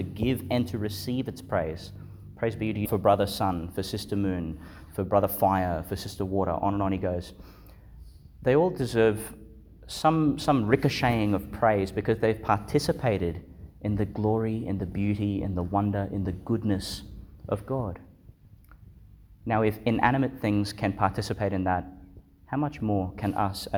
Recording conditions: large echoing room